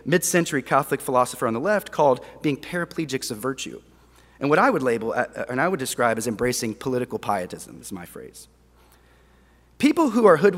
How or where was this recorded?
live audience